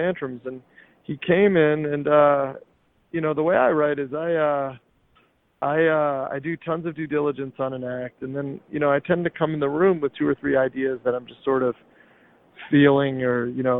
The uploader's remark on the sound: On an LA rooftop! Sounds of the ocean (from the roof).